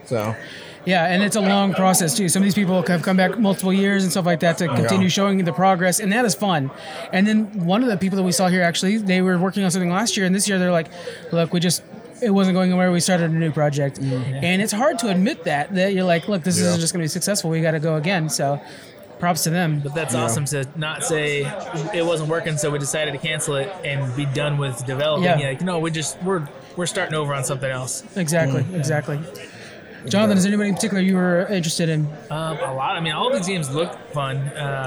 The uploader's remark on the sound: We're recording live from the Capital Creative Showcase 2023, a celebration of all things creative.